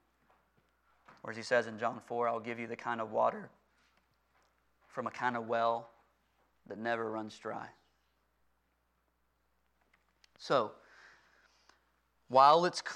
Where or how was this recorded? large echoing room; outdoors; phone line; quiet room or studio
large echoing room